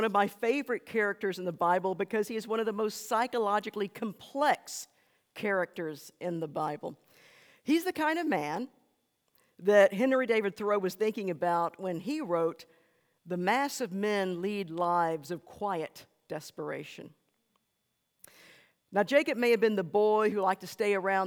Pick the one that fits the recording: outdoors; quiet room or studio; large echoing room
large echoing room